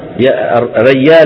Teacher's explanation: فتغيير الجيم إلى ياء